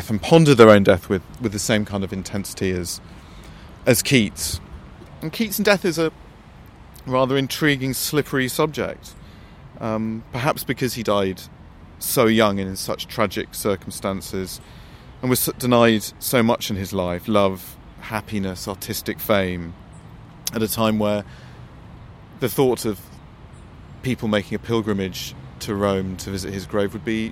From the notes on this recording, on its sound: Recorded in Rome’s Cimitero Acattolico. Recorded in 2014 beside the grave of John Keats.